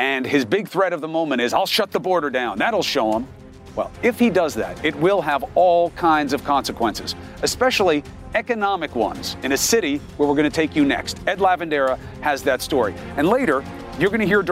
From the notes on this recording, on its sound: Live from the Southern Border. Speaks with border patrol agents, and migrants live from Hidalgo, TX.